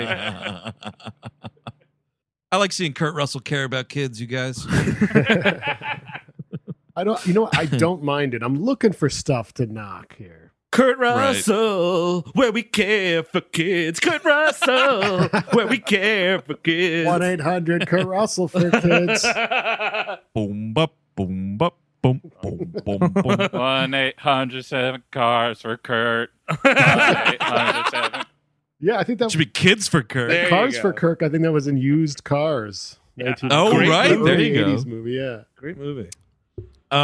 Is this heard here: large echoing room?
no